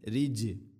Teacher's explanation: ജീമിനെ ഖൽഖല ചെയ്യണം, ശരിക്കും അത് കേൾക്കണം